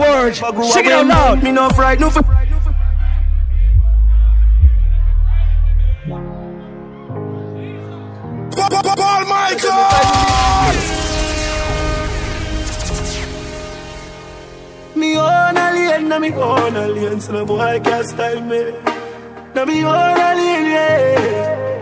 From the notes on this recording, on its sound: LIVE AT ISLAND SATURDAYS ON MAY 4TH. Live Audio.